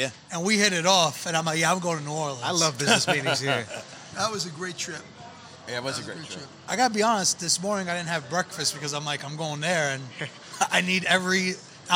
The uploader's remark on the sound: Filmed live at Mike's Deli on Arthur Avenue